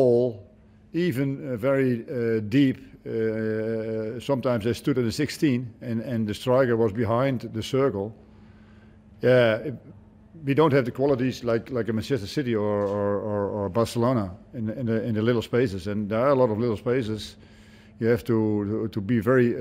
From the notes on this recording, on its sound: Hyundai A-League 2019/20 Round 5 | Post-Match Press Conference.